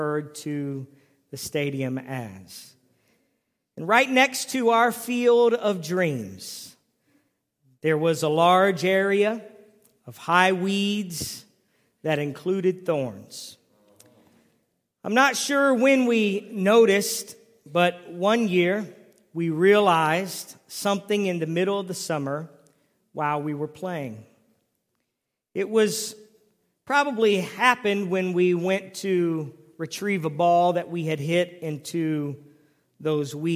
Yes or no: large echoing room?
yes